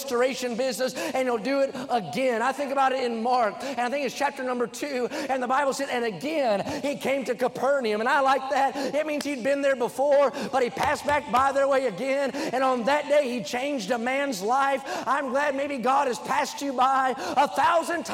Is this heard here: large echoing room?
yes